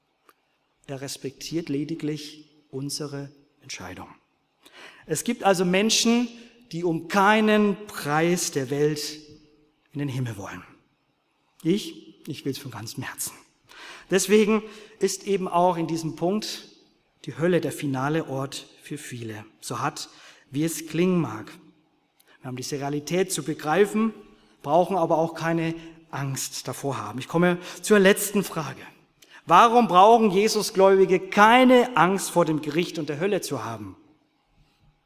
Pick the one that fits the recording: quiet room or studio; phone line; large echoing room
large echoing room